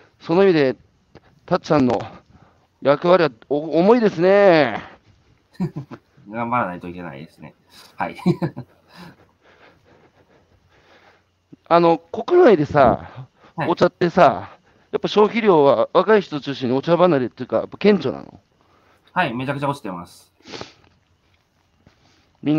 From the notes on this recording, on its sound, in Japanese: 歩きながら1時間、対談する